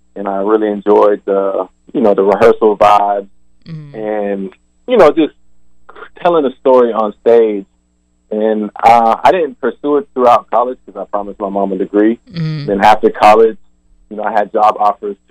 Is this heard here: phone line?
yes